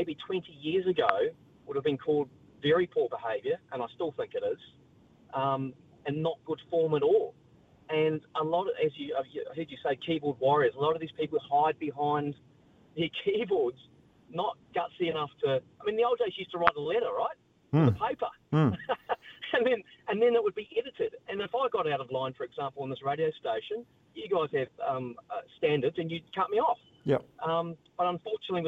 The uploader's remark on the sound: listeners call